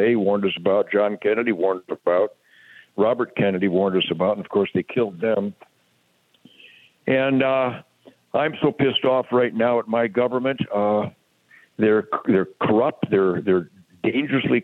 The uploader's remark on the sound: we take your calls in open phones across America